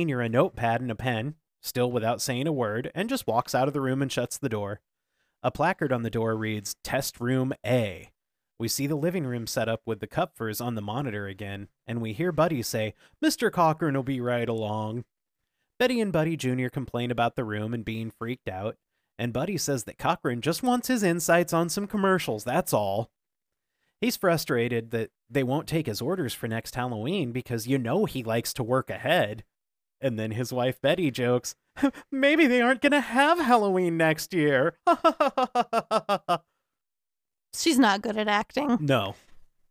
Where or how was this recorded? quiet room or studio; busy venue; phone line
quiet room or studio